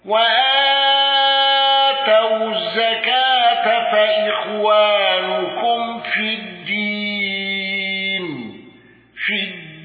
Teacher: الأزرق بقصر البدل وثلاثة العارض وتغليظ اللام